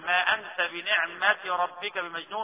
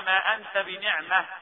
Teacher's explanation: في الوصل تاء وفي الوقف هاء